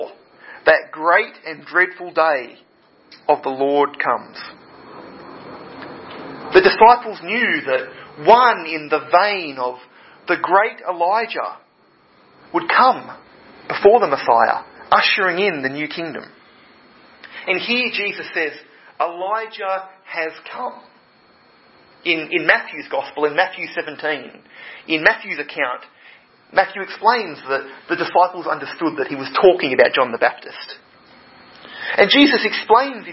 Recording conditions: large echoing room